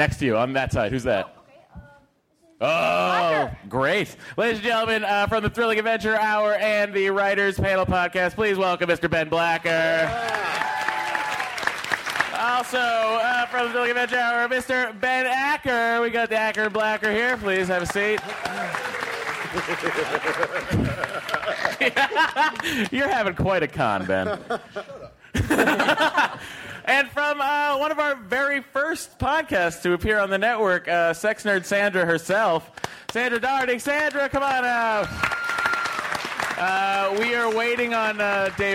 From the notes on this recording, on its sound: Live from SDCC 2014, it's the Nerdist Podcast Super Panel